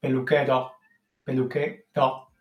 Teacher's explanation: Y algo muy interesante de esta parte de Andalucía, de Almería, Granada, Jaén, es la apertura de la vocal que hay antes de la S que se pierde. Esa vocal es mucho más amplia, más grande.